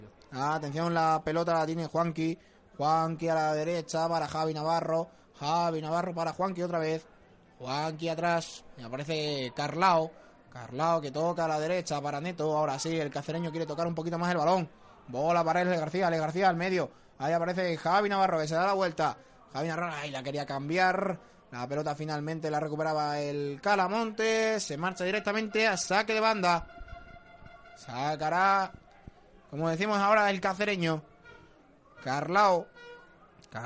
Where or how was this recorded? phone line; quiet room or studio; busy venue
busy venue